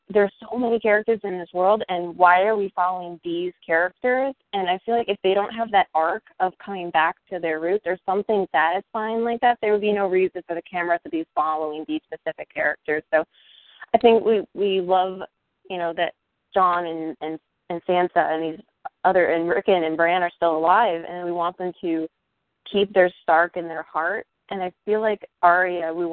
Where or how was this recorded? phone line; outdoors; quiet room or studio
phone line